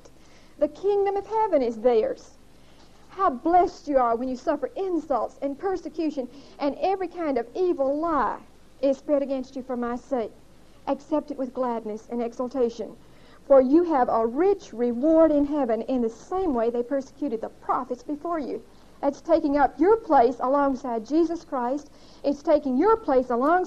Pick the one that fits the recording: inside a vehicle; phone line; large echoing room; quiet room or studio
large echoing room